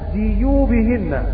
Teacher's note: وليضربن بخمرهن على جيوبهن بكسر الجيم